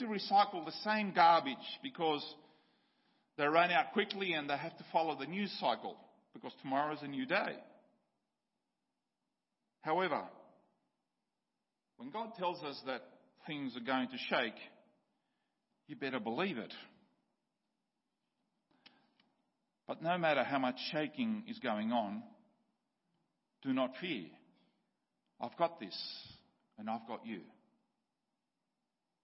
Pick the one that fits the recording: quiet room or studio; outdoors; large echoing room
large echoing room